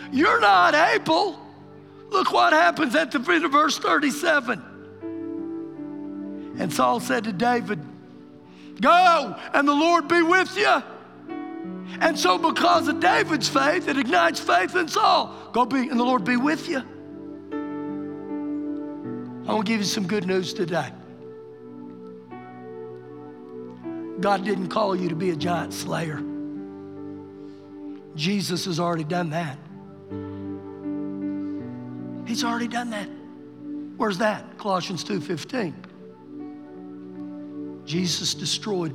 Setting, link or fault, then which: setting, large echoing room